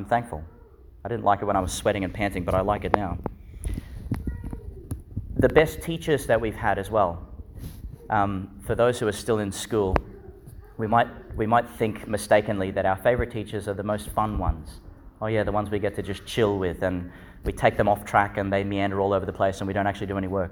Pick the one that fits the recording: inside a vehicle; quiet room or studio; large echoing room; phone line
large echoing room